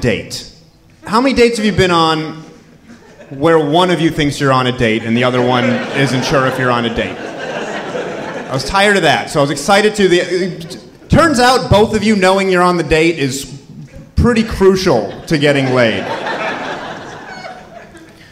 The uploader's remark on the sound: Live From Charleston!